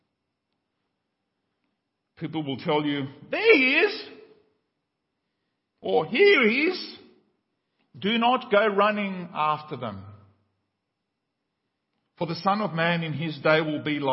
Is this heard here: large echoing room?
yes